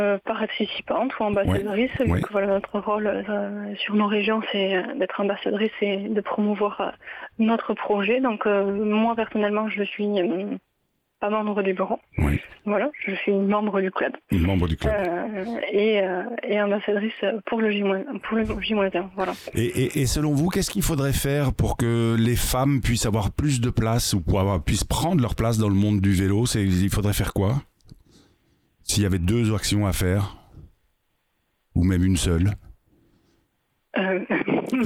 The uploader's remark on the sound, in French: En plateau à distance au téléphone.